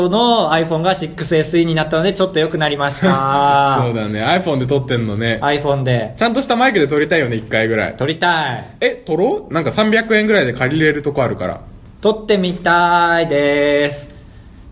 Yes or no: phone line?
no